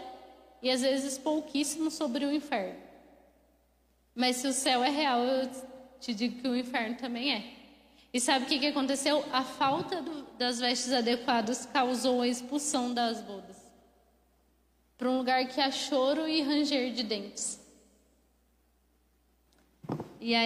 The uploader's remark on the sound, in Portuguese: Mensagem ministrada ao vivo